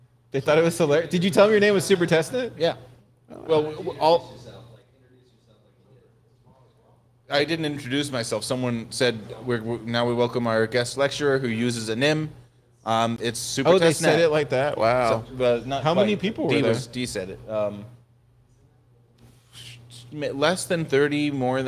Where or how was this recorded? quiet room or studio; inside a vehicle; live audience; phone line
live audience